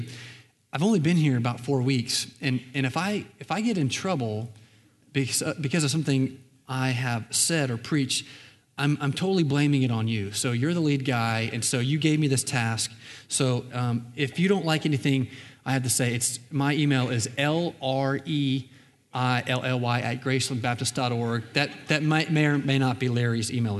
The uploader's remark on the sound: Recorded on February 10, 2019 at Graceland Baptist Church in New Albany, Indiana.